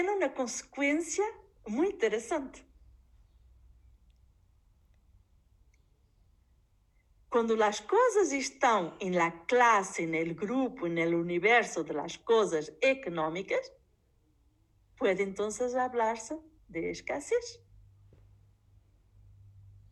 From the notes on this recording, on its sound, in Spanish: Grabado directamente de la clase impartida a la Secc 15, segundo semestre.FDyCS/UMSNH.